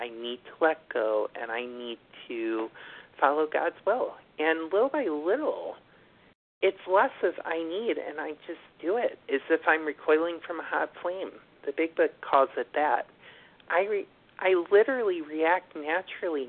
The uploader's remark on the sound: from the 100 Pounders Phone Meeting